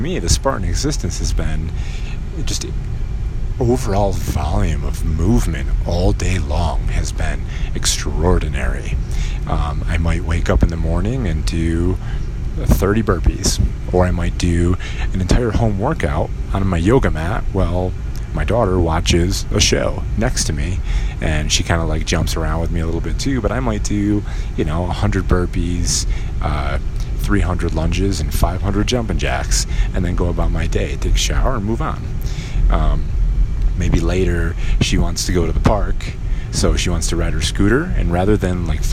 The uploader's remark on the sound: While I drive around town.